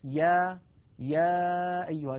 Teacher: ولاحظوا بأن الياء أيضا من وسط اللسان وأن المخرج غير منقفل وأن أقصى اللسان قد انسفل وانخفض إلى أسفل منطقة أقصى اللسان.